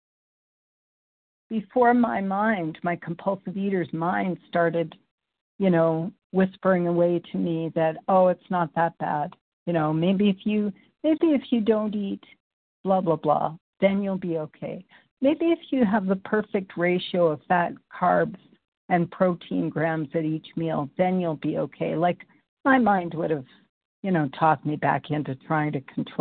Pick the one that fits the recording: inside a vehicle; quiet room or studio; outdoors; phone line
phone line